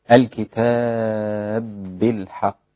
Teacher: الكتاب بالحق متماثلان، الباء في الكتاب مع الباء بالحق، ويدغم هذا الإدغام الكبير الإمام السوسي عن أبي عمرو البصري هكذا: ذلك بأن الله نزل الكتاب بالحق. وسبب المد هنا ست حركات: أن حرف المد الألف الكتاب الألف تبعه حرف مشدد، والتشديد جاء من إدغام الباء في الباء، وليس للقراء الإدغام الكبير إلا للسوسي عن أبي عمرو البصري في هذا الموضع.